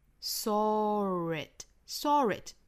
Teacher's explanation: saw it 虽然它是以 W 字母结尾但是这里面要加 R 因为它是长音